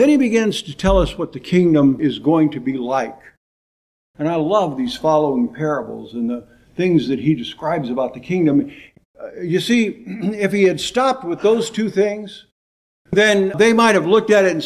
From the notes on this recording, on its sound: Preached in 2018 at Bethel PBC in Calabash, NC.